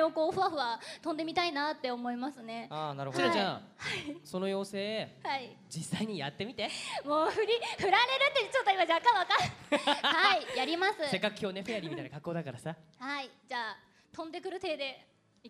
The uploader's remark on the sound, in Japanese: 先日行われたサンリオ国との同盟会談！(つまり公開録音です)。